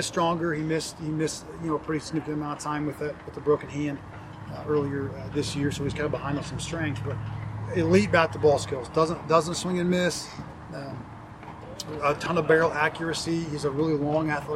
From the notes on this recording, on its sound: Met with the media following the Hoosiers' 12-6 win over the RedHawks.